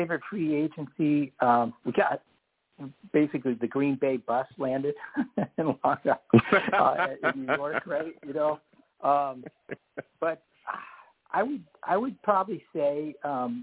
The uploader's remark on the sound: I take live callers!